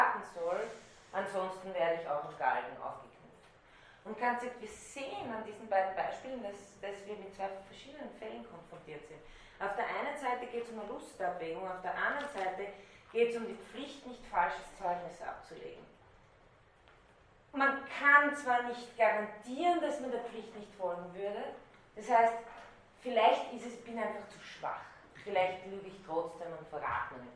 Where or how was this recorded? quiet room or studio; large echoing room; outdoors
large echoing room